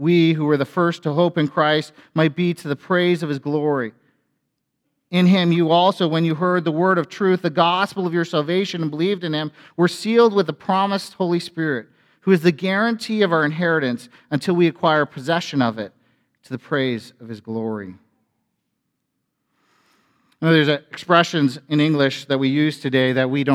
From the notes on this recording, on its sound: A sermon from FBC Church in Cobourg,